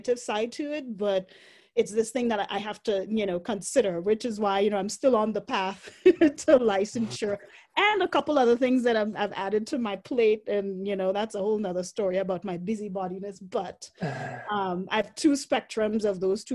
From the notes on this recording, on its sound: joined via Zoom for a conversation